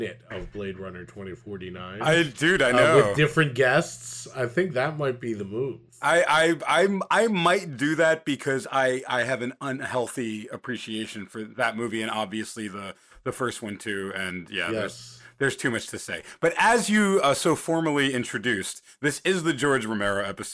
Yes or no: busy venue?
no